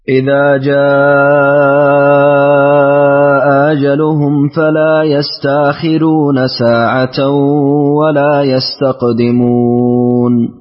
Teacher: سهلت الهمزة الثانية، أبدلت الهمزة ورققت الراء في قول الله عز وجل يستأخرون